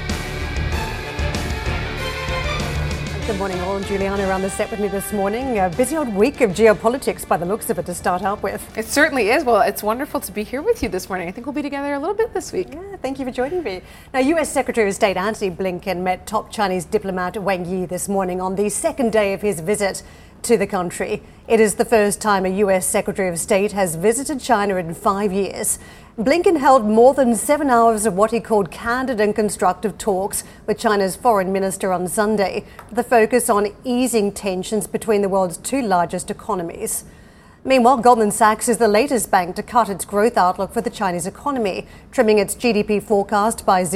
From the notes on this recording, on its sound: we are live at the Paris Airshow